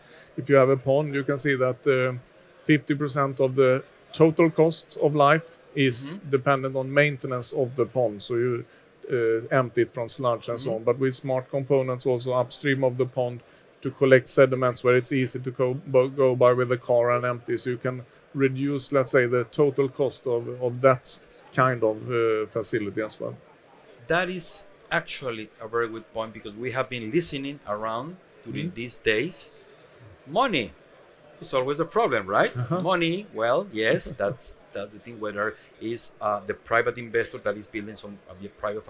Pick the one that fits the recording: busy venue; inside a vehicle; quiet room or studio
busy venue